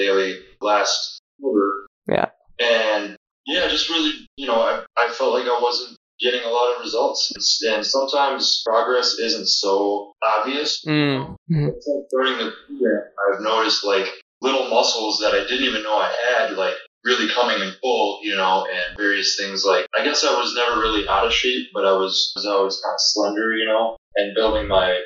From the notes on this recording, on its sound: This recording doesn't have the best audio quality